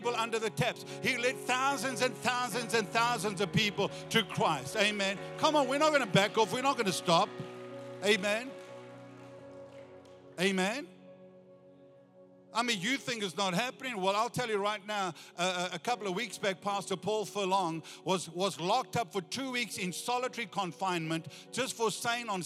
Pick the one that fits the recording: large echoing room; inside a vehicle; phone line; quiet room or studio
large echoing room